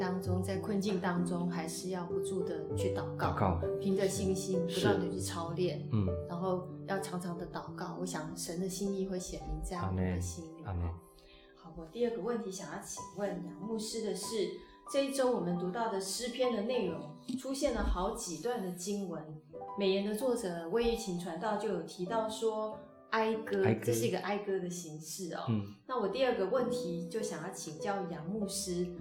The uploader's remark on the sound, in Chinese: 近期錄音事工為配合疫情，錄音者全程皆配戴口罩。收音皆有些微影響。